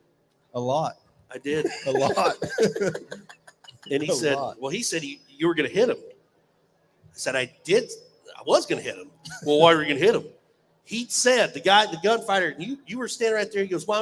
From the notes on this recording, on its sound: RümpChät Live at the 2023 NFR